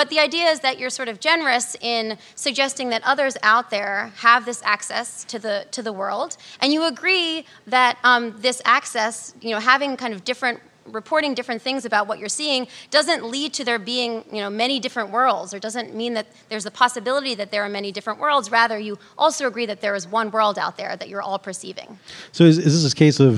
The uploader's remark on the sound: live in New York, at The Bell House, in Brooklyn